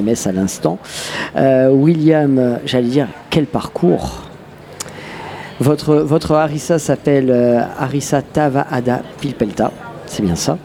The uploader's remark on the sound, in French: Radio Grenouille au Festival Kouss Kouss 2022 - Bistro du Petit Saint-Louis. Installe son plateau radio à la Brasserie du Petit Saint-Louis à Marseille, au cœur même du quartier Noailles.